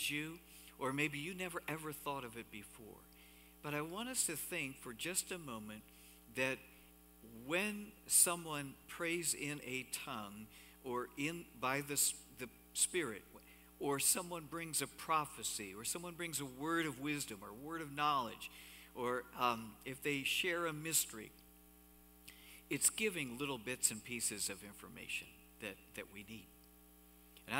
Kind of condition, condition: setting, large echoing room